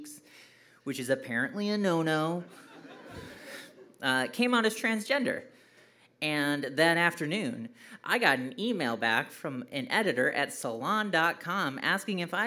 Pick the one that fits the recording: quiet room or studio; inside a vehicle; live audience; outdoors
live audience